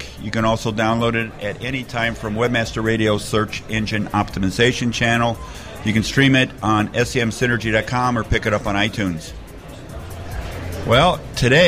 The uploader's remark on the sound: host the show on location from SES New York 2010